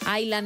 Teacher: En Island no pronuncian la S.